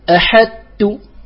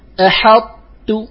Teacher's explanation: فقال: وبين الإطباق، أي إذا أضغمت الطاء في التاء فهذا إضغام حرف قوي في حرف ضعيف، فلا تضغمه إضغاما كاملا فتذهب صفة الإطباق، لكن أضغم مع بقاء هذه الصفة · Shown in: second take · فلا تقول أحدت هذا إضغام كامل، ولا تقول أحطت هذا إظهار، ولكن أحطت.